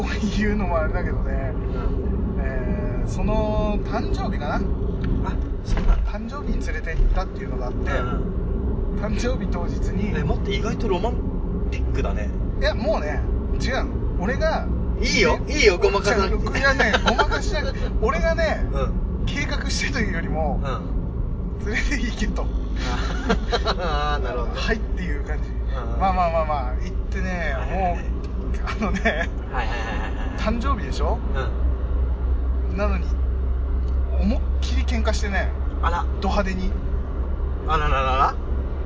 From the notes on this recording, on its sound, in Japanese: ヒトノワまでの車内雑談※雑音注意！先日お邪魔した『カフェ ヒトノワ』さんへ向かう道中、車内での雑談が思ったより盛り上がったのでオマケとして配信します。車内での録音ですので、走行音などの雑音が混じっております。完全ノーカットでお送りいたします。